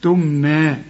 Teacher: كل الحروف مرققة وفوق الياء ألف عشان تمدها حركتين، ها، وتحولها إلى ألف، تمنى.